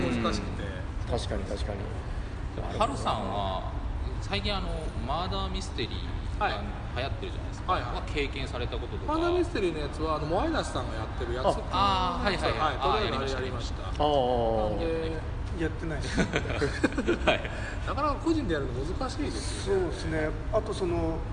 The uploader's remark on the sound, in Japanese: ゲムマ２０１９秋。ゲムマ会場で収録しました。